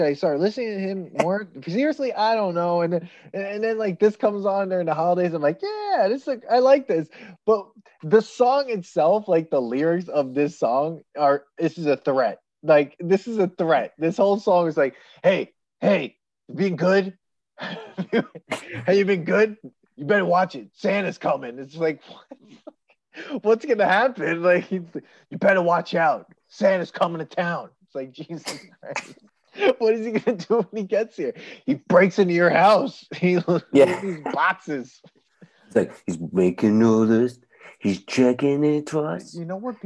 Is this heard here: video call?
yes